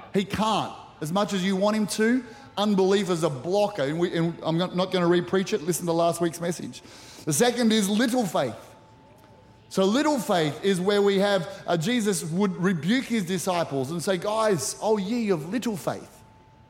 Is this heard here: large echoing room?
yes